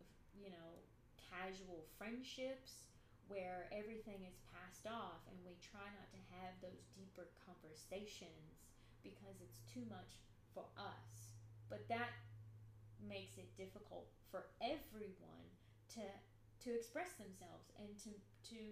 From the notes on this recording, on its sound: It’s essentially unedited, the sound is too low.